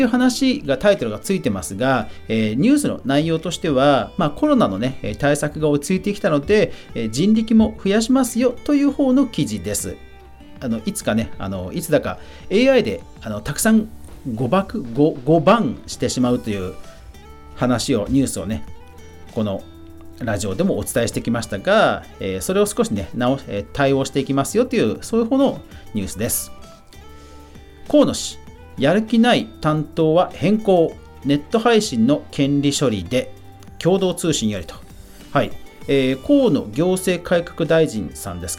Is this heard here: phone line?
no